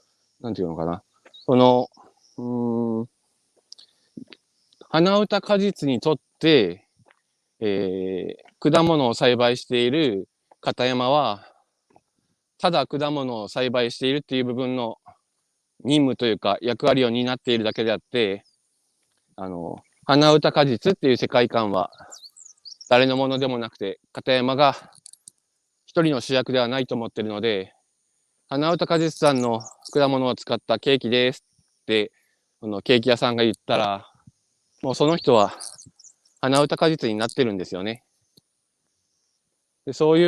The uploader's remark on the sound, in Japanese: 歩きながら1時間、対談する